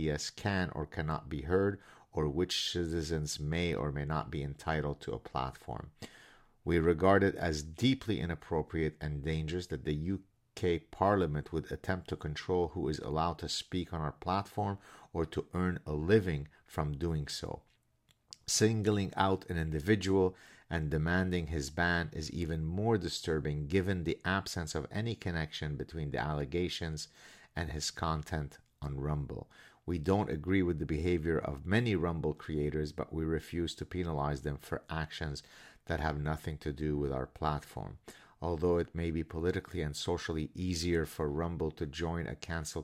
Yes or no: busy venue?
no